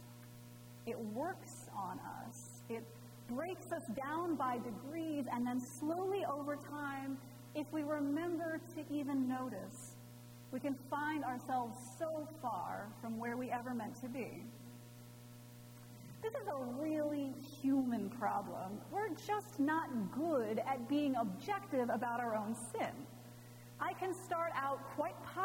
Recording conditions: large echoing room